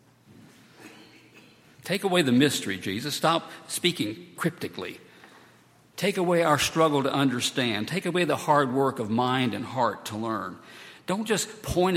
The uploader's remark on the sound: at Highland Baptist Church